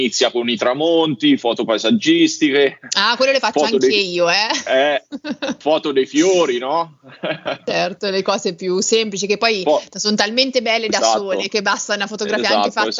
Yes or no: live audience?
no